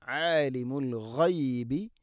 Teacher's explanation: ഗൈൻ തൊണ്ടയുടെ മുഗൾ ഭാഗമാണ്. ആലിമുൽ ഗൈബി എന്ന് പറയരുത്.